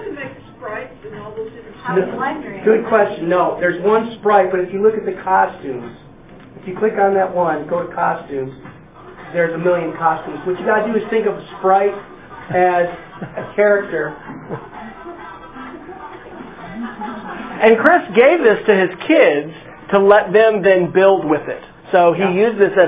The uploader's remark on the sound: This is an audio recording of a presentation for teachers in Yukon Public Schools